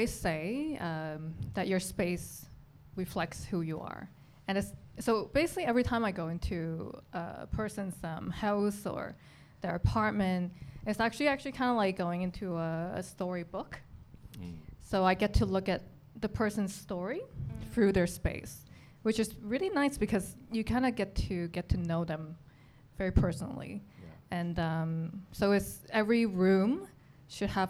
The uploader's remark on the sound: Recorded before a live audience. At Rosewood Hong Kong.